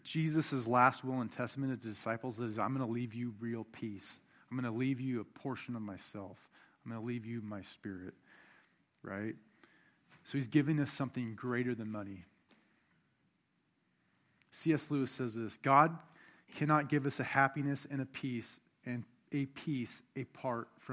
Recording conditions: large echoing room